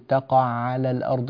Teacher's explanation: وأنبهك إلى تقع على العينان هنا، حاول أن تبين كل حرف من أخيه، لا تقول تقع على الأرض، هكذا سمعنا العينين كأنهما أدغمتا